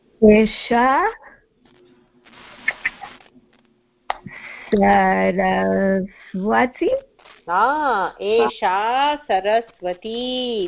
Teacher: we have two varieties being shown. Dirga A, long A, and Dirga E, long E.